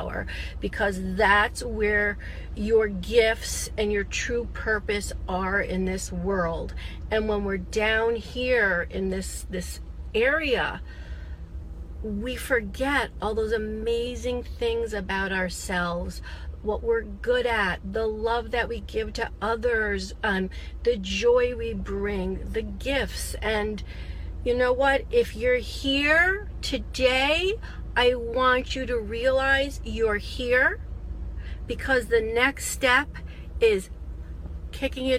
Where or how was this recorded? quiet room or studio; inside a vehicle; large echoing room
inside a vehicle